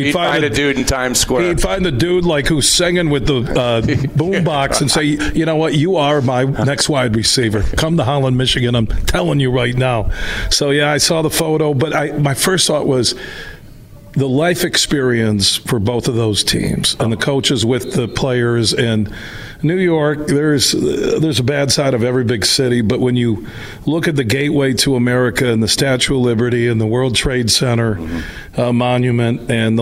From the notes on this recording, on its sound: Today we're broadcasting live from Hope College